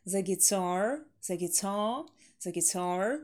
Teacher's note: Ударение на второй слог.